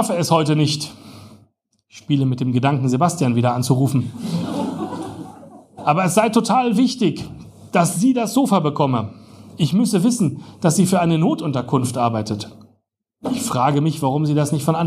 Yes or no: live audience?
yes